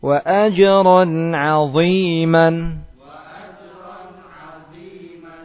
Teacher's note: Dha'nya tebal, ainnya tipis.